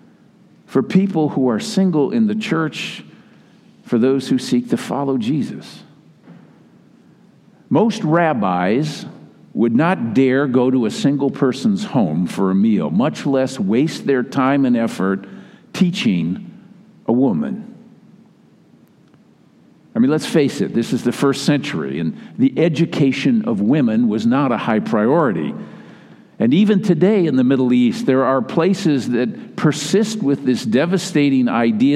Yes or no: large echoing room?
yes